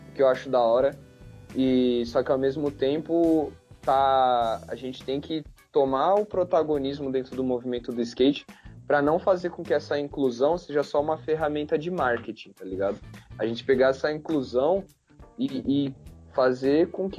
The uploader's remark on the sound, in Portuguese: um bate-papo via skype